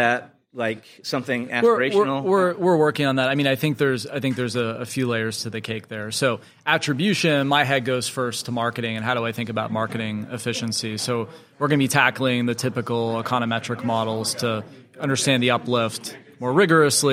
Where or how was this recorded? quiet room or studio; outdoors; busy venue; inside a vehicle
busy venue